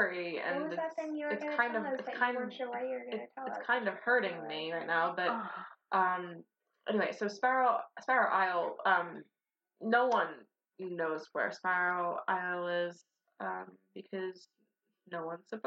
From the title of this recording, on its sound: The Shitty Audio Episode